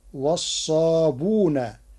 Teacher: قرأ ورش كلمة والصابئون بضم الباء وحذف الهمز، فتصير عنده والصابون تخفيفا وتسهيلا.